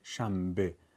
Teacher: نون تبدیل به میم میشه شنبه، برای اینکه بتونیم آسان‌تر کلمات رو تلفظ کنیم.